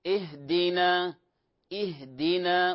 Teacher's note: المبالغة في مخرج الهاء، مخرج الهاء وهمسها